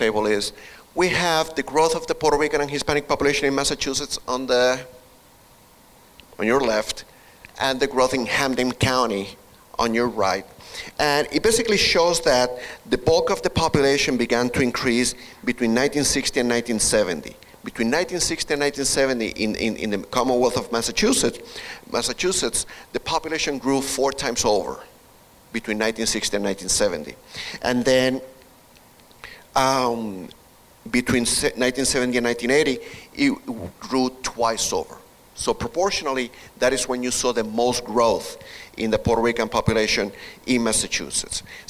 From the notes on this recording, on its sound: This is the audio of the public event presentation. Recorded at the Holyoke Health Center.